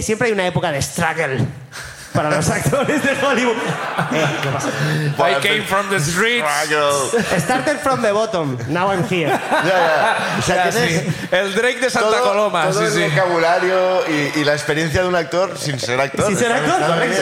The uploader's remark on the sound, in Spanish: desde la Sala Barts de Barcelona